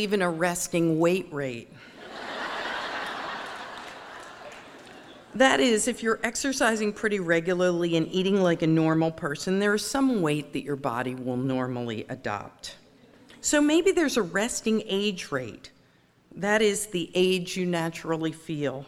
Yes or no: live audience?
yes